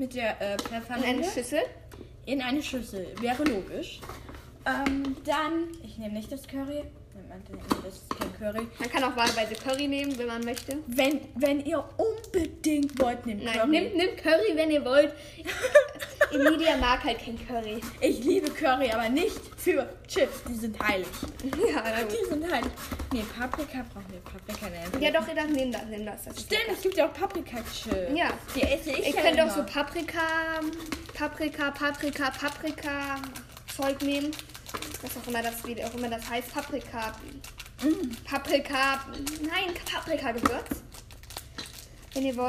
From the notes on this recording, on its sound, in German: sorry auch für die Nebengeräusche, die cuts